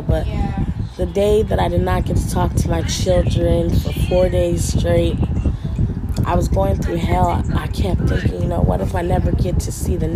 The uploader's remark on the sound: excuse all the background noise